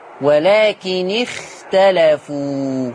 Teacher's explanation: لما تيجي الخاء ساكنة قبلها كسر انزلي بالتفخيم شوية